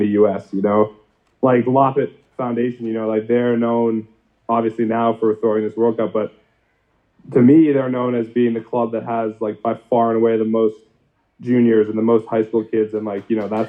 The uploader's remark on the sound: We had the good fortune of taping this episode of the podcast in front of a live audience at a local brewery, and we think it brings through a little of the amazing atmosphere. Zoomed in from mono jail. The audio quality from this episode is.....mixed, but it seems to be workable.